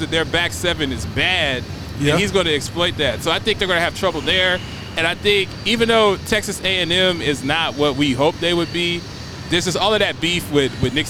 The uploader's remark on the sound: LIVE from Horizon Park in Nashville, TN at the Titans Raiders Tailgate!